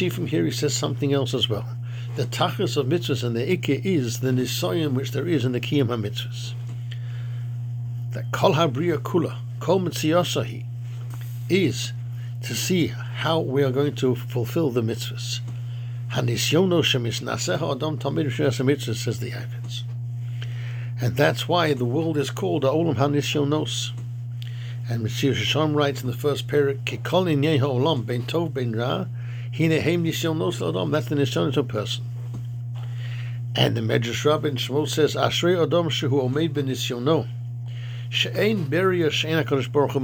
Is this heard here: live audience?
no